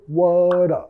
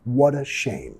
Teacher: Vinculando con la R suave de español, what a. Al sonido schwa, what a shame.